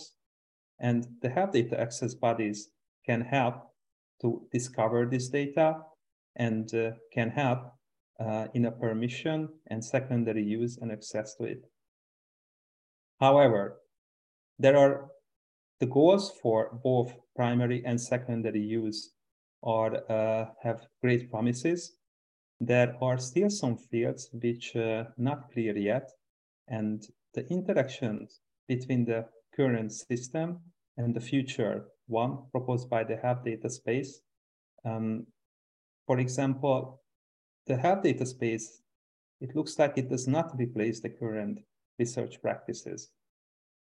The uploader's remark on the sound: Originally a live webinar.